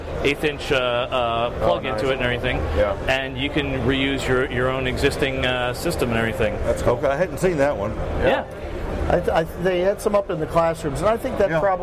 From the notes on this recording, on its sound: We are live from the show floor of InfoComm 2016.